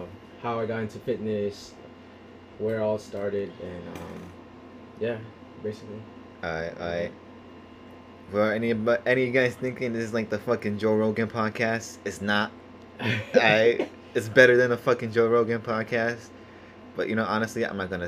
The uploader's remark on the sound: I also apologize if the audio is hard to listen to, first time using two mics and I was not sure what I was really doing.